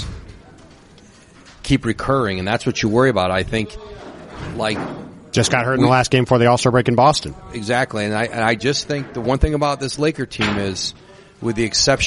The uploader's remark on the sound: Live at an unforgettable 2020 All-Star Game in Chicago.